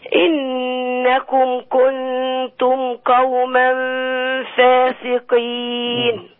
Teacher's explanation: بس يا سلام بقى لو زودتي غنة قوما يبقى حلو